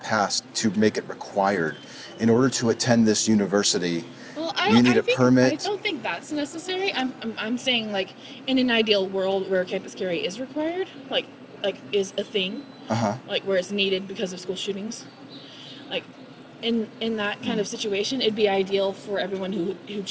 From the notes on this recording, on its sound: Location: San Antonio, Texas. Recorded w/Go-Pro.